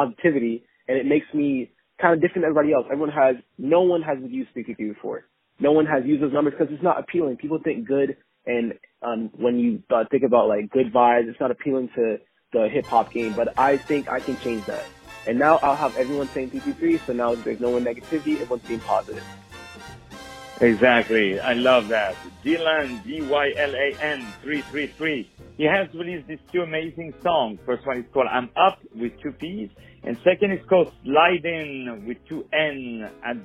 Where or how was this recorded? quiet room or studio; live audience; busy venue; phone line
phone line